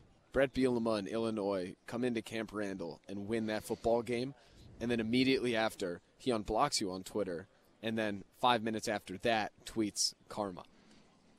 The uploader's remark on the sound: Live from Big Ten Media Days in Indianapolis.